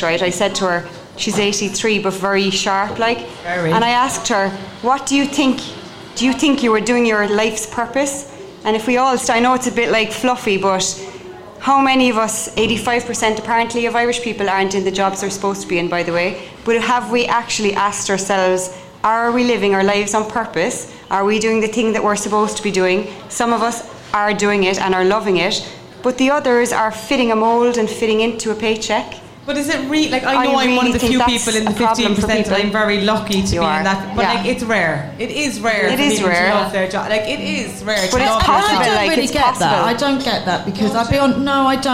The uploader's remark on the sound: Our first live podcast held at Brown Thomas Cork.